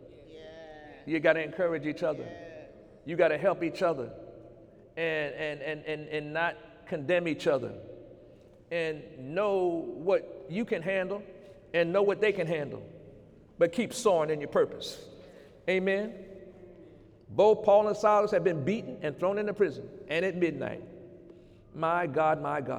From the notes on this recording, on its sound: During Sunday morning service